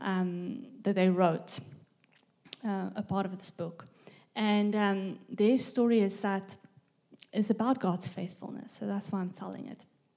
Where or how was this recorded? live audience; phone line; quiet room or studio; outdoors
live audience